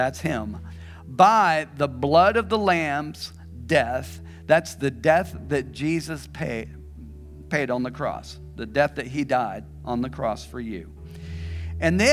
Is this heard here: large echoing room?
yes